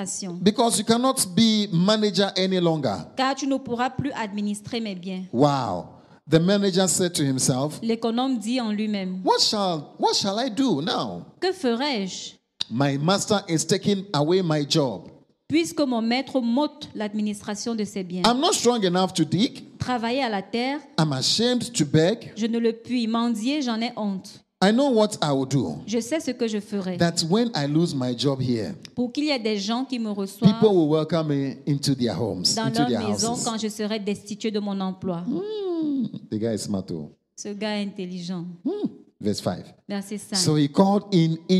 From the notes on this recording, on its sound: Preached during Joyful Hour Sunday Service Rabat